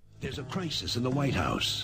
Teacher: It's breathy. It's deep.